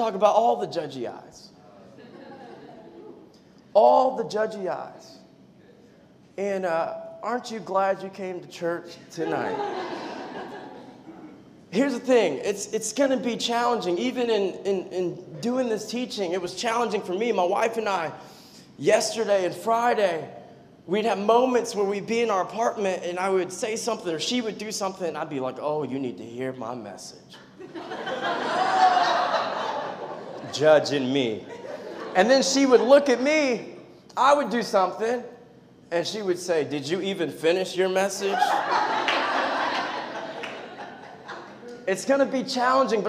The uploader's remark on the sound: preached this message on July 9th at our Union Square community.